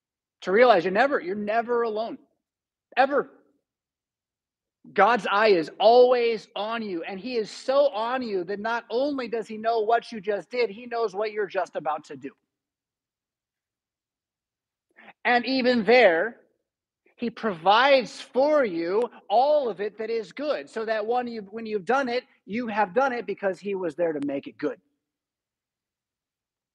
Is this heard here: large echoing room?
yes